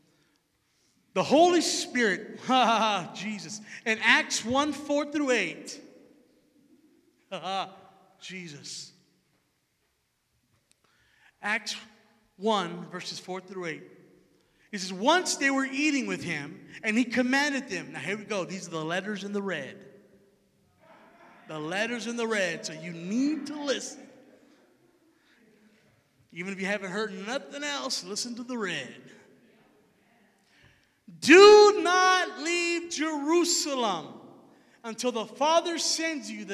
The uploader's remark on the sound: Recorded Live at Emerging Streams Apostolic Hub in Stryker, Ohio